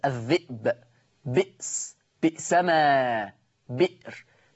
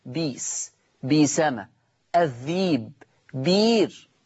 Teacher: طيب حاجة كمان ما لاحظتوش، إن سبحان الله إن الألفاظ دي كلها اتحدت، إن كلها أبدلت ياء، كلها بلا استثناء · Shown in: second take